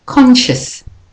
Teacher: the only de-stressed syllable in conscious is the O-U-S. Conscious. In continuous, the O in con is de-stressed.